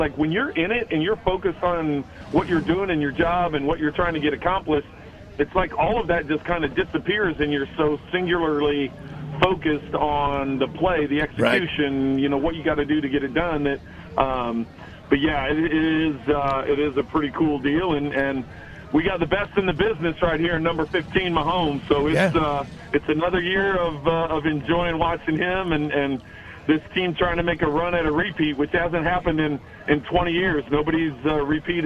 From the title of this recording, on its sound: LIVE FROM STURGIS